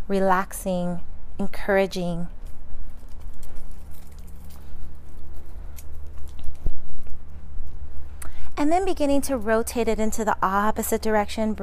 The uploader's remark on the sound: Today, we are live from sunny Las Vegas! Enjoying the great outdoors and practicing a much needed therapy session - on self!